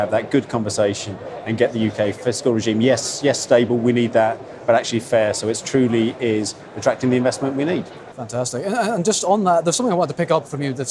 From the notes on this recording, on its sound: Offshore Europe: Day two. On the Offshore Energy Conference floor for day two of the event.